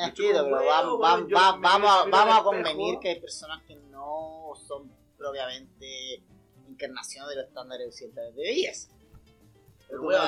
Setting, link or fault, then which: fault, poor sound quality